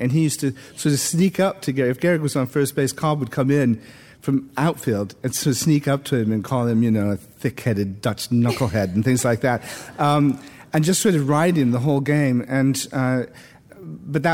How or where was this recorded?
live audience